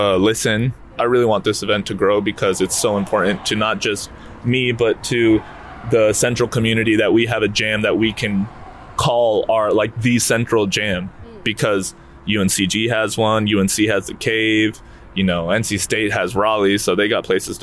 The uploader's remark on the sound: Wednesday jazz jam at Hayti Collective Kitchen and Cocktails. This episode features a live recording of the jazz jam on March 1.